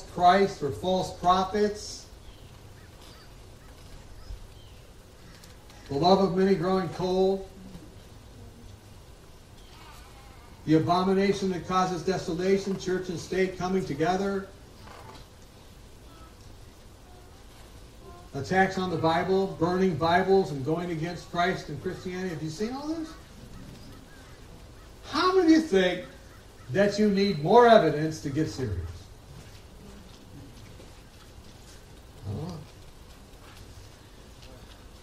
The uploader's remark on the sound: Quality and sound of the program will differ due to the outdoor nature of the video.